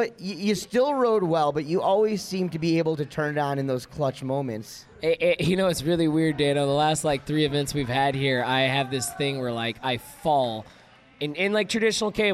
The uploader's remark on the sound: Live From Cablestock. Live from TSR’s CableStock 2016! Impromptu conversations and interviews during “Casino Night” at the 15th Reunion of the Texas Ski Ranch.